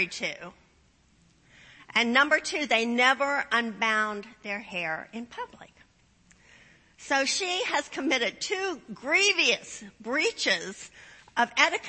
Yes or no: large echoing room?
yes